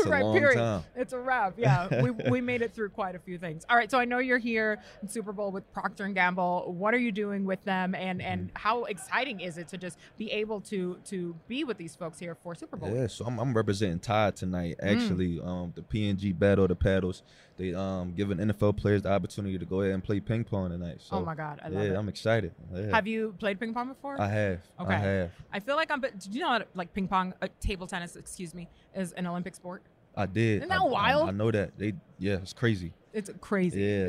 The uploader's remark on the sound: live from Radio Row in Vegas!